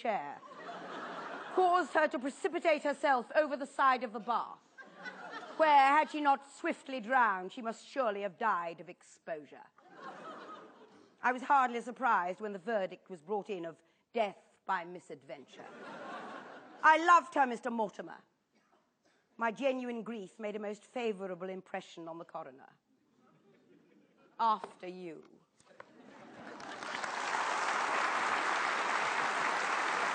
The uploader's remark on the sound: Taken from the National Theatre's archive of Platform event. Perform a short radio play with him in front of a live audience at the National Theatre. This is an audio recording of a live event from 1995.